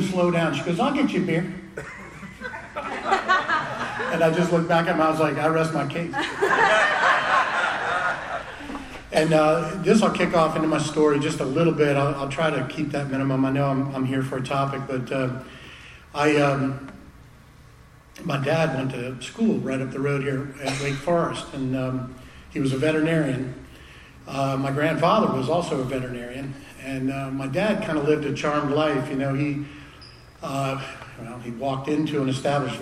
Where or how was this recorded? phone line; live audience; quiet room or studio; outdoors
live audience